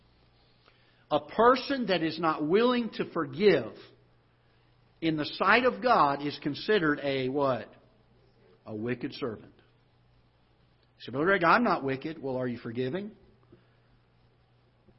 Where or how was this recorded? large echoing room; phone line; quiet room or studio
large echoing room